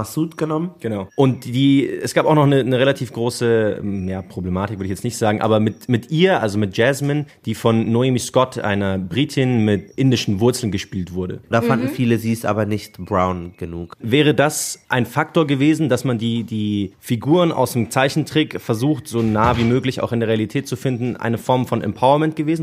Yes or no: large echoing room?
no